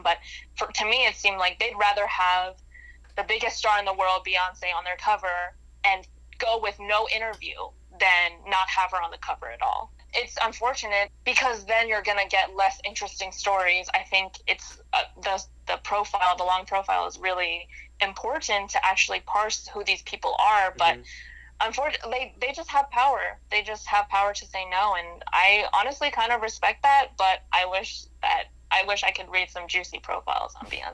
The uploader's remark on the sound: Joins us over the phone.